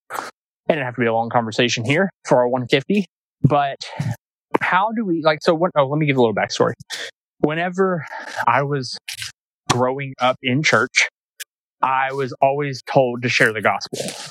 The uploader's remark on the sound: we took a walk through nature (Sorry about the crunching sounds)